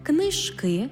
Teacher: Іменники жіночого роду з суфіксом «к», «ечк», «єчк», «очк» у формі множини мають наголос на закінченні.